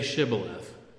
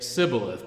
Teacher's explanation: And he would say sibboleth, because the people of Ephraim apparently didn't pronounce the sh sound. They would say s.